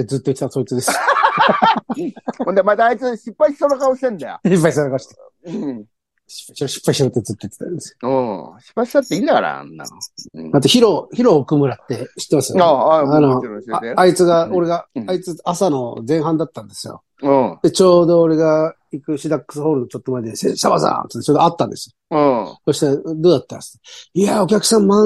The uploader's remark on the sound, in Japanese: ZOOMで収録